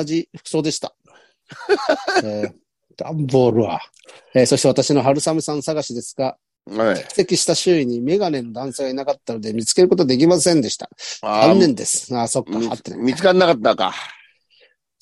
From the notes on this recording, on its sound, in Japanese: ZOOMで収録